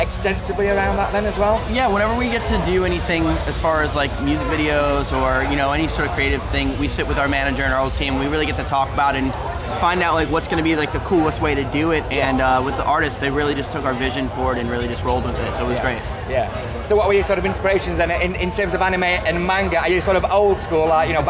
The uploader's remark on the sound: at Download Festival 2019